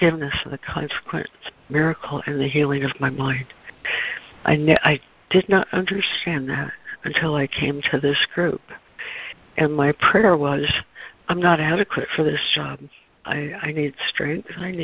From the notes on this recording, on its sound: ACIM Daily Conference Call